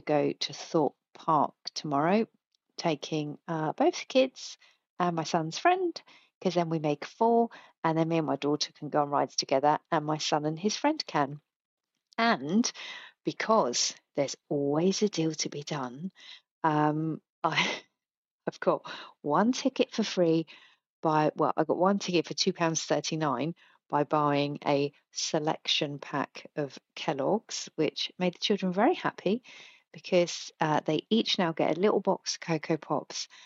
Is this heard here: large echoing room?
no